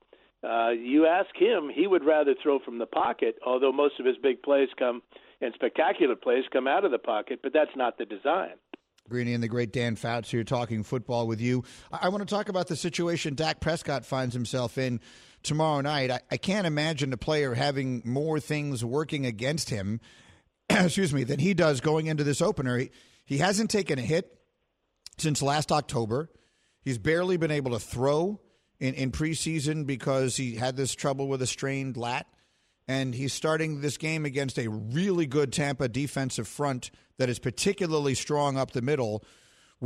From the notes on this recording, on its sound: plays a call from a minor league announcer